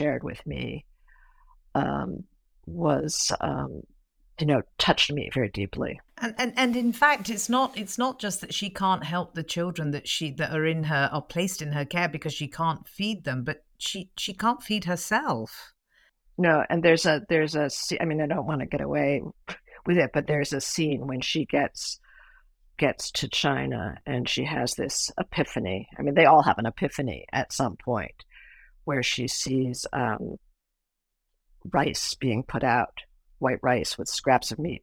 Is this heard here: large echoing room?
no